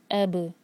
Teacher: الف کو با سے جوڑا، با کے مخرج کو ٹچ کیا اور پھر با کی آواز پلٹائی · Term: قلقلہ